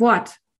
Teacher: Ja, aber das hören die Kinder nicht, weil wir sagen Wort. Das verschlucken wir, das R.